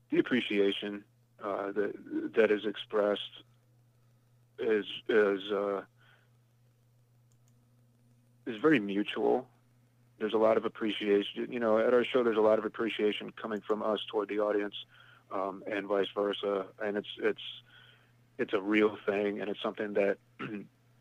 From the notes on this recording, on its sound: Called into The Metal Forge.